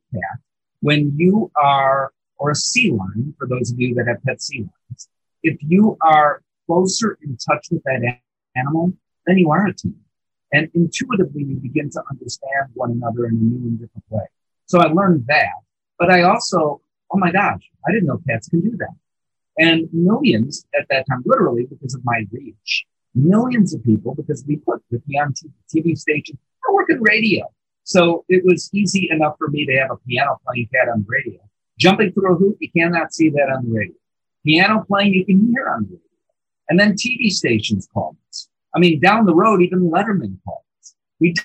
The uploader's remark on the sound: Unfortunately, some slightly dodgy audio quality. Despite the audio glitch.